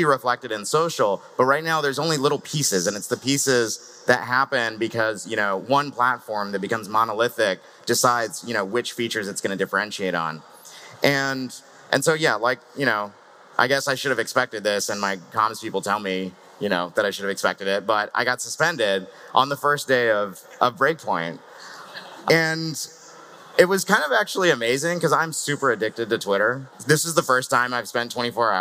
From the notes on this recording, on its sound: Live from Breakpoint 2021